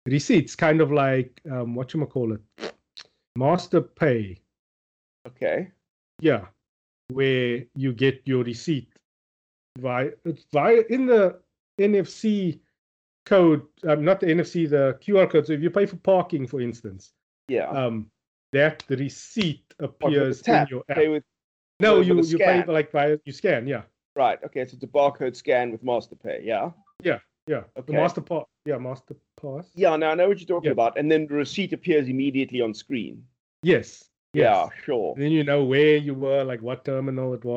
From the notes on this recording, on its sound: Recorded via Skype